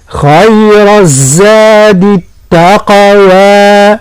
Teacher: التقوى وعلى التقوى لا نقول التقوى تصبح الطاء كأنها طاء ثم نقلقل القاف ونأتي بالمد · فإن خير الخاء مفخمة وكذلك الراء لأنها مفتوحة